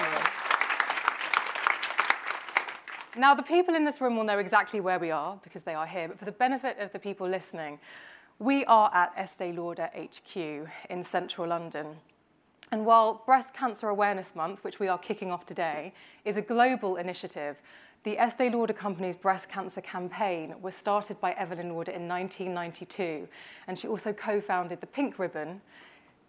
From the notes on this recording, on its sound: Recorded in front of a live audience. This episode was recorded LIVE at Estée Lauder HQ in Central London to kick of the UK Breast Cancer Awareness Month Campaign.